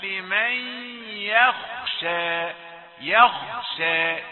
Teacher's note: يخشى، ياء رقيقة، يهيأ للذي لا يستمع جيدا ان الياء بتيجي مفخمة